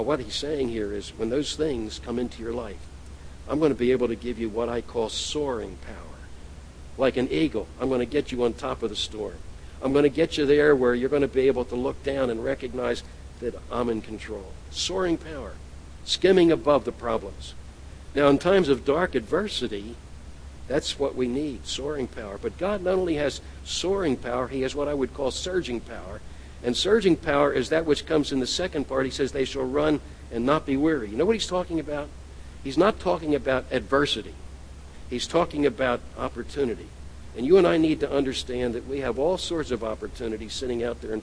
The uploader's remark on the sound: At The People’s Church of Somerville, NB on the morning of May 18, 2014.